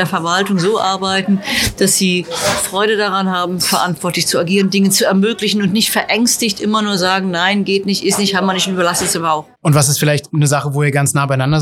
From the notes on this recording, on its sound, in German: im Wieblinger Eiscafé OK Kool aufgezeichnet